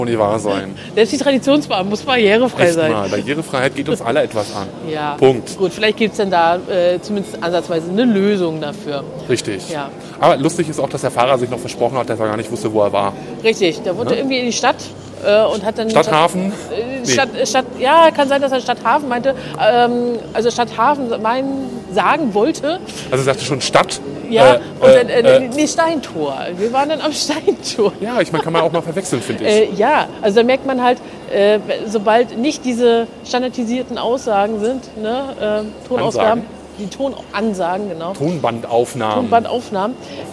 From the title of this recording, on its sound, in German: Live auf dem Weihnachtsmarkt in Rostock